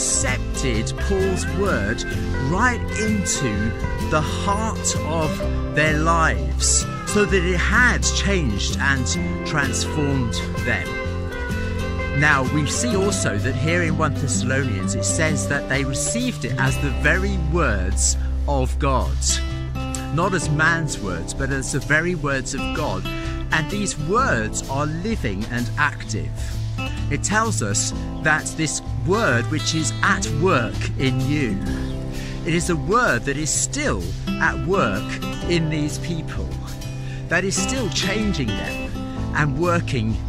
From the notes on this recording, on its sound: Takes today's morning devotional outside, taking a walk in God's creation.